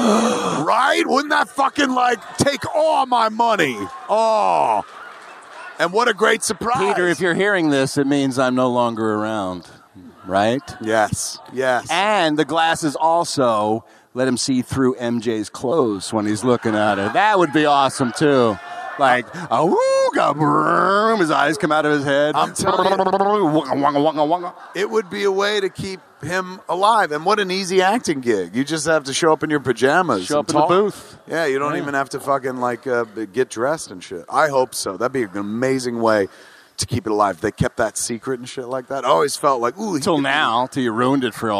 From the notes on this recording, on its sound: Recorded LIVE at Vicar Street in Dublin, Ireland.